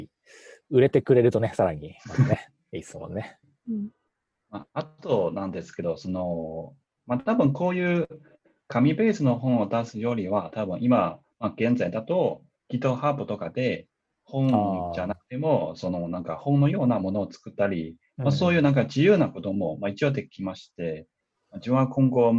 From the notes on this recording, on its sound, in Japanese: 久々収録で初リモート収録